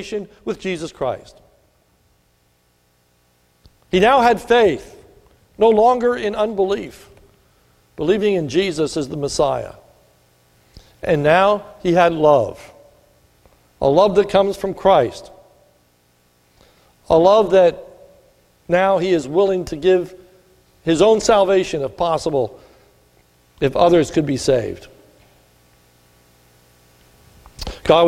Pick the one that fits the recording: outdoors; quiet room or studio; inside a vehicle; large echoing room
large echoing room